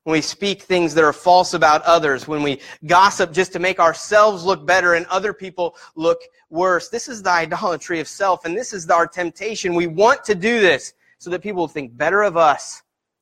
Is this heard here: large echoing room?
yes